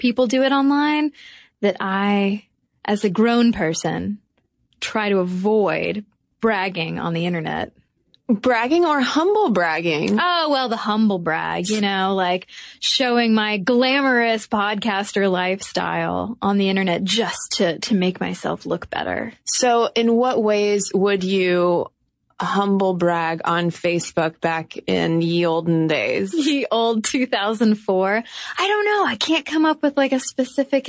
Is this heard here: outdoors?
no